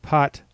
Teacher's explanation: The other difference is at the end of the word, these consonants are what is called unreleased. Whereas in English, for example, I said pot, you can hear that little extra t at the end